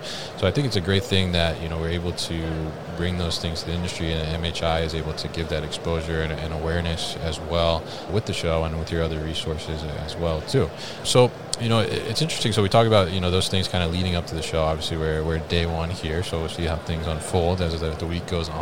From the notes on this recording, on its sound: MODEX 2022 Special Episode. Joined live at MODEX 2022.